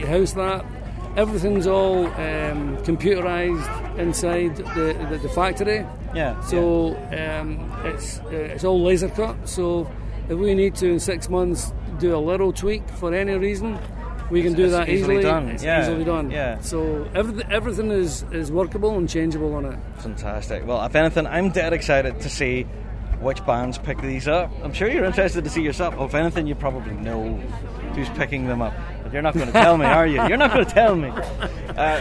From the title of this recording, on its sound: Worlds 2019 from The Green